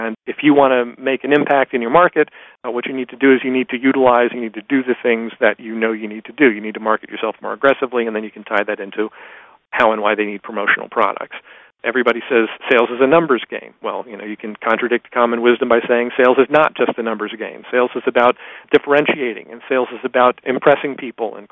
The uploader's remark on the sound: excerpt from a live Top Secrets teleconference